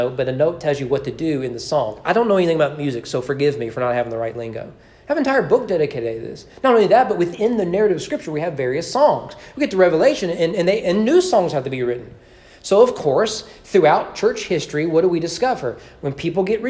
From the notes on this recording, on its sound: Sermon preached at East Frankfort Baptist Church on June 27, 2021 during evening worship.